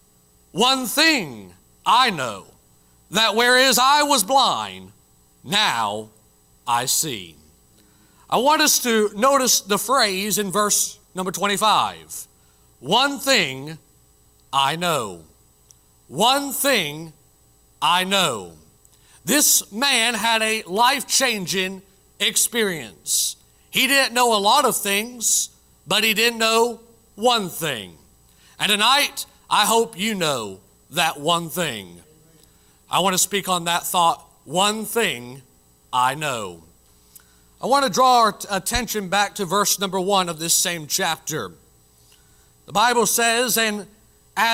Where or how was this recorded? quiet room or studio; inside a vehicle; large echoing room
large echoing room